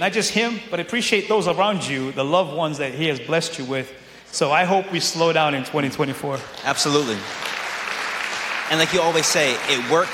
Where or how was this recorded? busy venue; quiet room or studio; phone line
busy venue